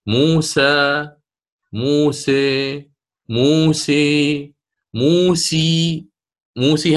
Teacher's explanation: حتى أبين لكم التدرج من الفتحة إلى الكسرة